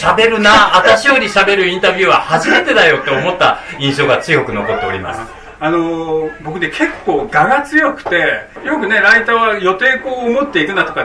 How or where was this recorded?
live audience